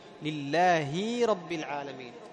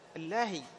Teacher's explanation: تجد بعض القراء يمط كسرة الهاء · Shown in: second take · Term: مط الحركة